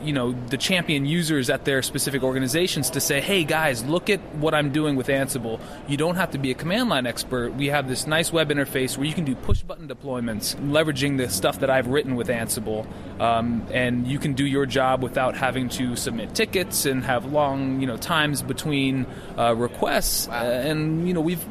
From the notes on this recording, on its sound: at All Things Open conference